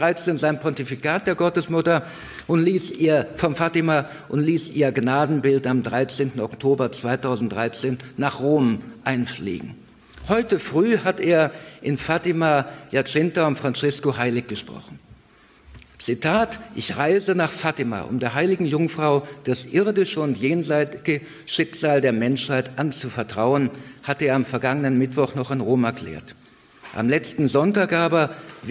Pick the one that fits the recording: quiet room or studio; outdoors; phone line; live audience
live audience